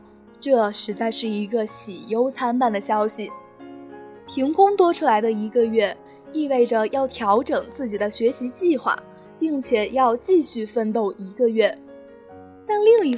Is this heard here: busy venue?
no